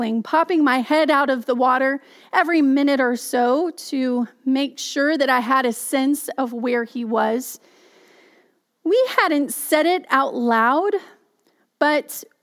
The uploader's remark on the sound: Message delivered during the Contemporary Worship Live Stream. Message delivered during the Contemporary Worship Live Stream.